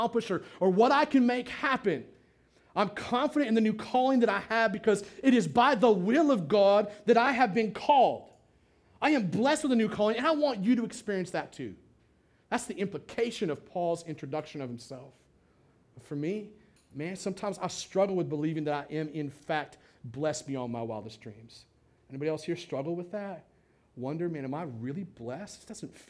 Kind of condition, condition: setting, large echoing room